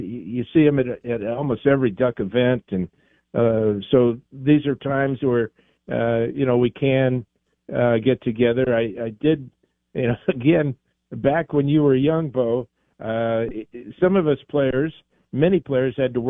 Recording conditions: phone line